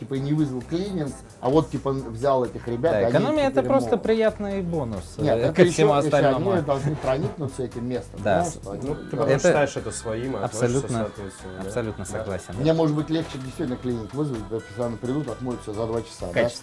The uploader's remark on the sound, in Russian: записывали во время прошедшего недавно MBS 2019